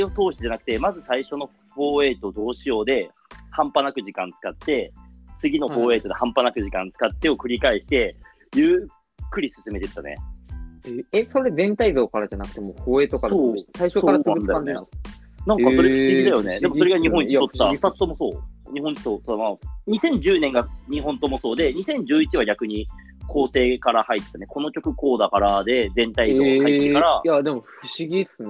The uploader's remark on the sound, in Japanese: リモート収録